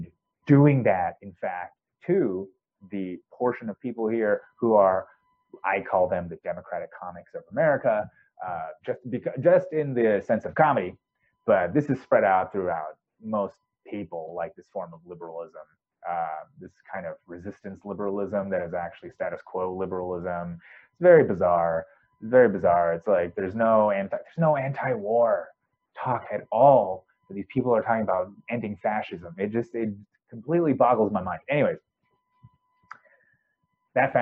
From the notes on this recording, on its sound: I think my mic's shot, sorry for the audio quality.